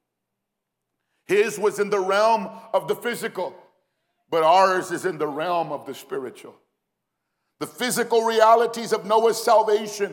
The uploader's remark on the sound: Recorded live at Phoenix First Apostolic Church.